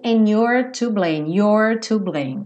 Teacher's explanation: muitas vezes you are contraído soa your, igual o pronome possessivo